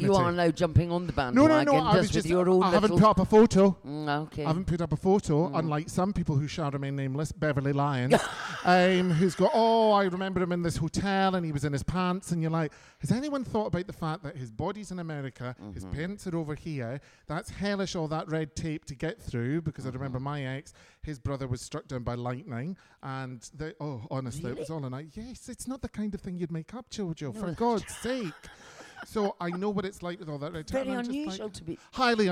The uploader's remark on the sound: We're back with some of the Edinburgh Fringe live shows. This hour-long recording of their podcast.